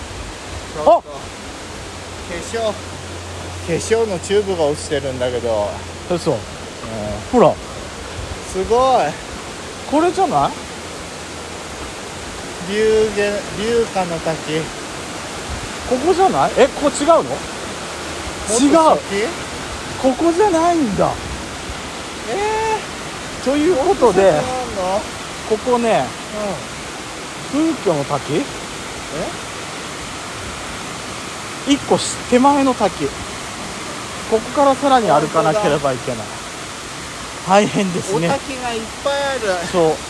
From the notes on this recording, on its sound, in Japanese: 塩原温泉郷でお滝めぐり。鳥のさえずりとせせらぎの音で少しは涼めるかしら？ロケ収録。